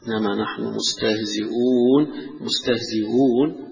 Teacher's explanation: مستهزئون بالتسهيل هذه الهمزة